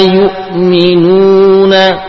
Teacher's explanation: Hati-hati wawu pada yu'minun ya. Jangan diberi gunnah.